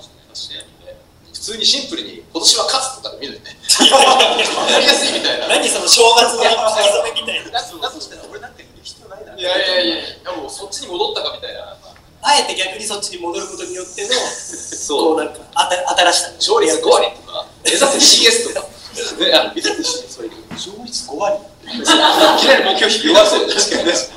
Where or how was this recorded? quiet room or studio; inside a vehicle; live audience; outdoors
live audience